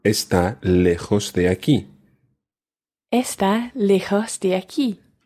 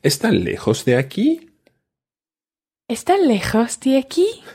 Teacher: it's just like saying the statement, el hotel está lejos de aquí, but then raising your voice at the end · Shown in: second take · ¿El hotel está lejos de aquí?